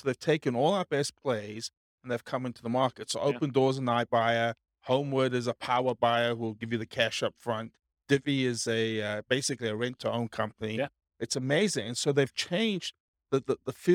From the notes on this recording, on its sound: This was a live class recorded